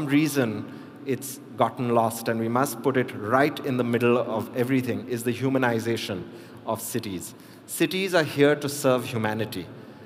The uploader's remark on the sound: a keynote speech from the World Urban Park Congress 2022